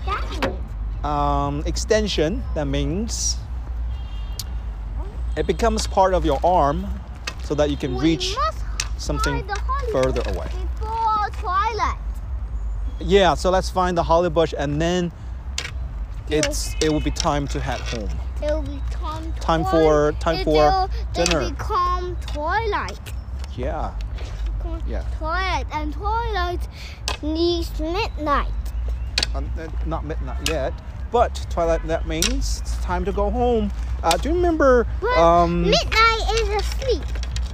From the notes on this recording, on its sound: Another "walk and talk" episode recorded in Suzhou Central Park.